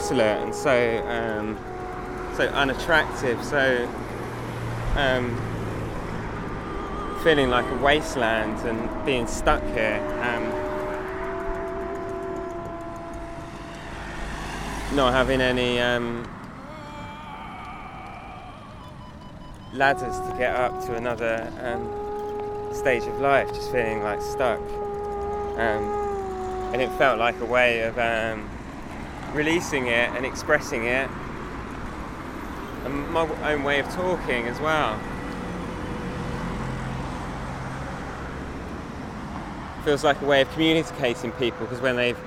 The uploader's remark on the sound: Seaside Towns, Seaside Frowns: Margate. This was an experiment into working in a single longform interview format (which I had not done before), and was recorded in a single day as a walk around the town.